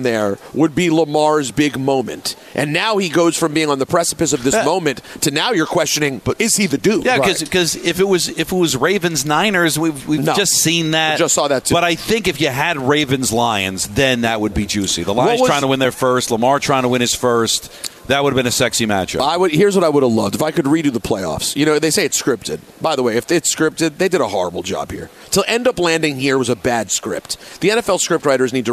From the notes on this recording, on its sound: live from UBS Arena